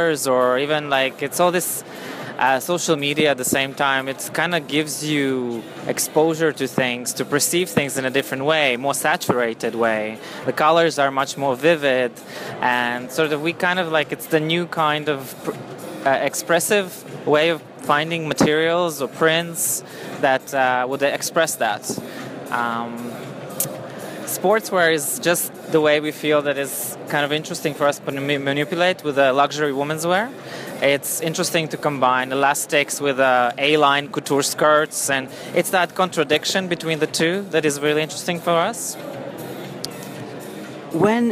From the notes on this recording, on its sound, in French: En Partenariat et en direct du Tranoï.